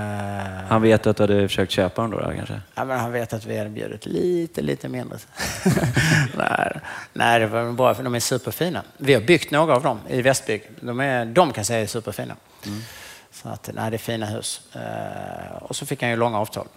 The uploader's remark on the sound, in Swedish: Fastighetspodden live från Business Arena